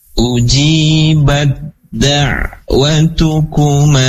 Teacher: Jadi huruf yang sukunnya ta, huruf yang hidupnya dal. Bagaimana cara membacanya? Cara membacanya berarti masuk ke dalam huruf dal · Term: idgham mutajanisain